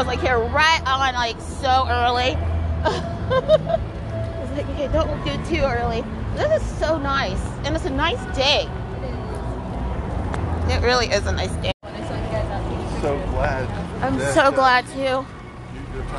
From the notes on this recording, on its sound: You'll hear live music & impromptu interviews with many of the vendors, performers & guest in attendance.